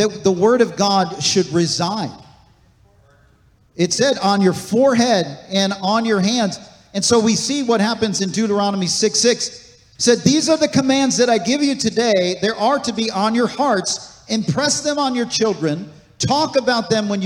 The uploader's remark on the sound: This message was recorded on August 27, 2023, at Gateway Church in Richmond, Indiana.